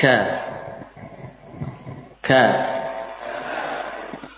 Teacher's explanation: Makhrajnya dari pangkal lisan di depan huruf qaf, ya. Pangkal lidah sudah menuju ke tengah. · Term: kaf